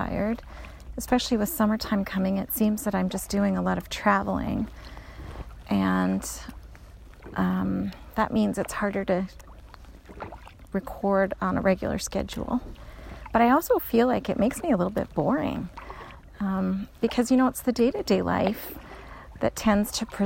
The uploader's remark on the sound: Stuck her phone into her lifejacket and chatted away while paddling across a pristine lake in the Canadian woodlands.